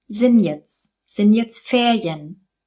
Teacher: Das klingt wie ein Wort. Und bei dem Wort jetzt lassen wir das T am Ende auch weg.